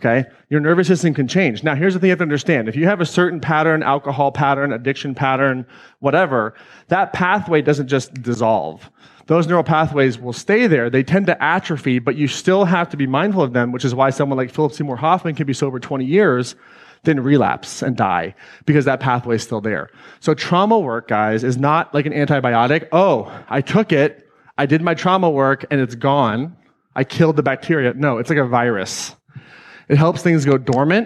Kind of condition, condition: setting, live audience